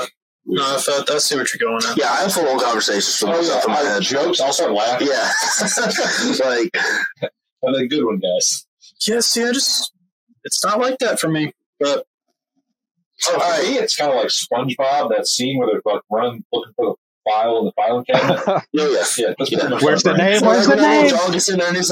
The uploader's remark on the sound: Audio took a step back in this one.